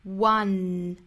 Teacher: 它是 w 这个辅音，所以这个词应该是 w 再加后面的倒三角的元音啊哇哇，再加鼻音闭合 one，舌尖抵上齿龈，用鼻腔发声的 oneone，不要口型咧得过大，发成了 one。我发现大家在发倒三角啊这个音总是掌握不好度，要么就口型上下过大，要么就左右过大。一定要注意，我们去找 schwasound，也就是找口型最轻松的状态，从